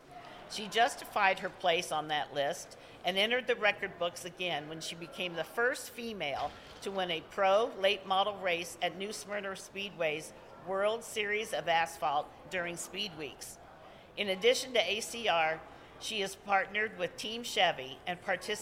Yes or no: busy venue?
yes